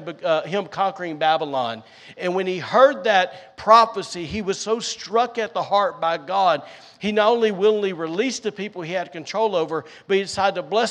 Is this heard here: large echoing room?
yes